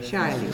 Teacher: Ja, die K-J wordt een sh-klank.